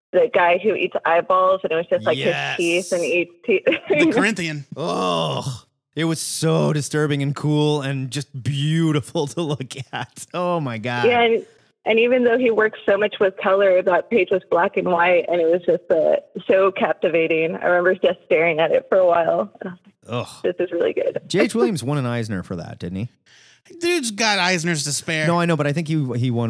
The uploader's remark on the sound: We open up the phone lines and talk to you